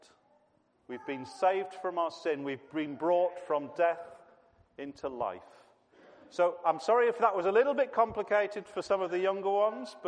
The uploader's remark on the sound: This was a family service